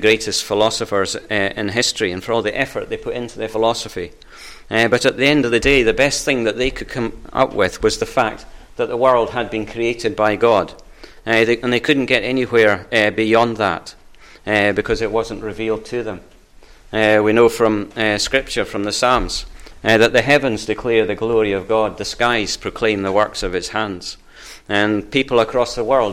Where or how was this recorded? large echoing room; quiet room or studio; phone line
large echoing room